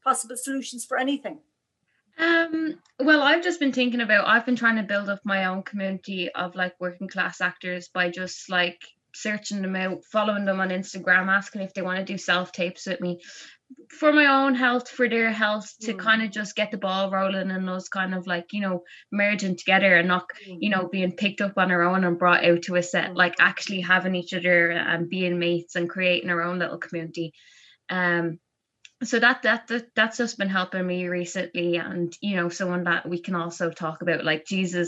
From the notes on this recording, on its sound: This interview was recorded through Zoom so audio quality will vary.